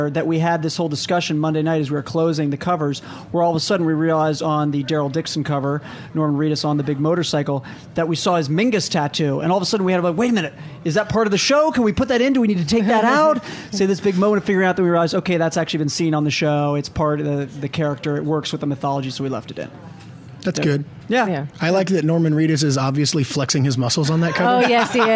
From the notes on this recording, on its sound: as we broadcast LIVE from Comic Con 2013